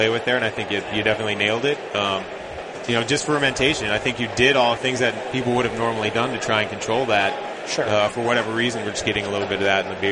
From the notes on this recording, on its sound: Heads to Grand Rapids, MI for the National Homebrewers Conference and broadcasts live from Club Night.